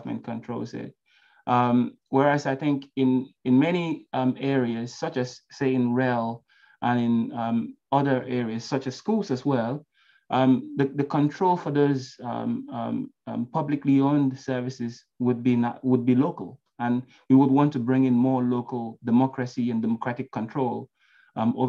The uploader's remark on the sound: An Online event from the Labour Assembly Against Austerity at Arise Festival 2022.